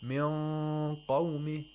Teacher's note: You're making the tongue get close to the place of articulation of qaf. · Term: approximation